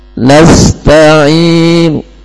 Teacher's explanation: Aslinya nasta'inu, tapi tinggal sepertiga. · Term: ar-rum